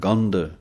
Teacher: ਧੱਦੇ ਦੀ ਆਵਾਜ਼ ਦੇਣ ਵਾਸਤੇ ਭਾਰਾ ਕਰਕੇ ਬੋਲਣਾ ਪਵੇਗਾ